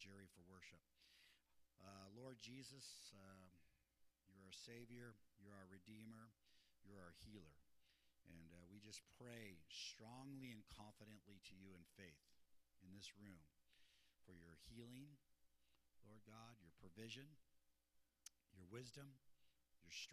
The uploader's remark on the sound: Mt. Zion Church Live!